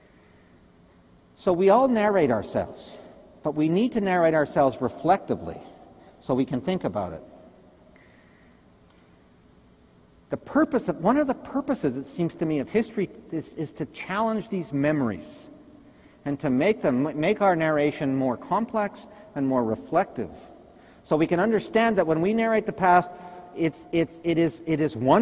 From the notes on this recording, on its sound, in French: Conférence 301 du colloque 2016 de l'AQPC, à Québec.